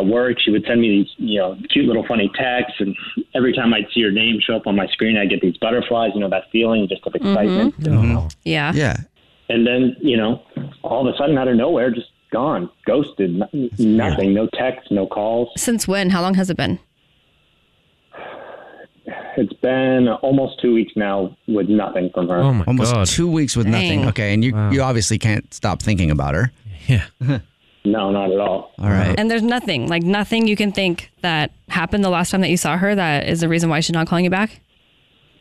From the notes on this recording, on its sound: A Phone Prank